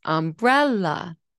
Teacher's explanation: when we say umbrella, the second syllable rises